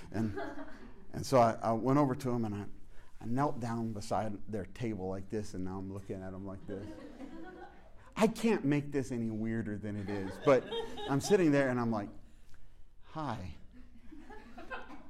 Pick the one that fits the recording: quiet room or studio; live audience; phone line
live audience